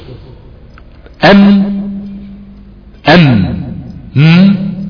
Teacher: طيب ده في حاله السكون، ادي الميم ساكنه اهي، ام حصلت بالتصادم، وما حصلش بعض التصادم ده تجافي، يعني فضل عضوي النطق في مكانهم ثابتين ما بيتحركوش، حصل السكون والتقى عضوي النطق ولزقوا خلاص مش متحركين